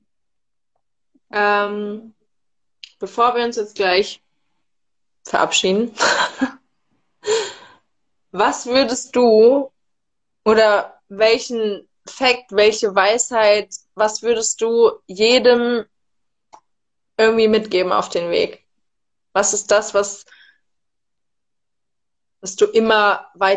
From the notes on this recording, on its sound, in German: hier erwartet dich ein Instagram live Soultalk